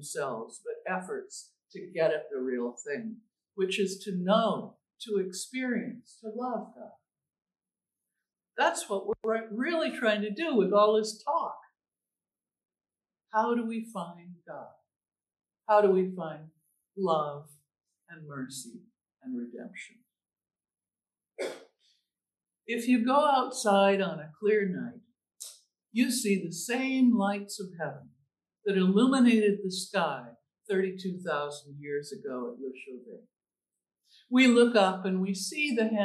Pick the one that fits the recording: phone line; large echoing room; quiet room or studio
large echoing room